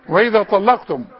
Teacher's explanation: الميم مضمومة بس مش تحط لها واو